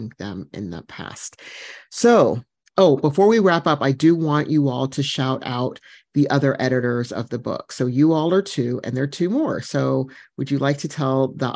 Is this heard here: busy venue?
no